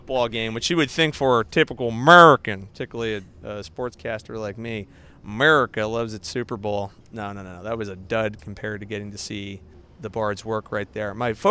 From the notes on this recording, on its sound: Live from the Road: On a sidewalk in San Francisco